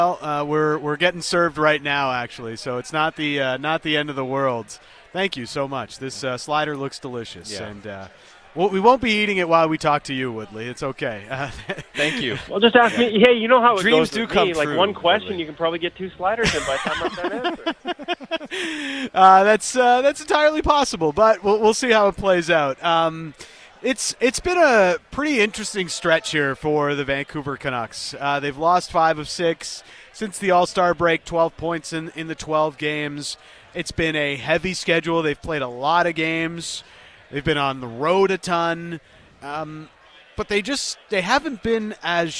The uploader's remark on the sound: live at the JCC Sports Dinner